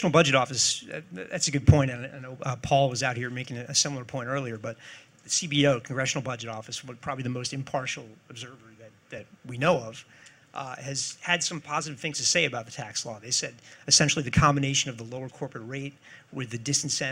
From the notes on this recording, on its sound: He spoke at a Roll Call Live Election Impact forum hosted by FiscalNote, CQ’s parent company.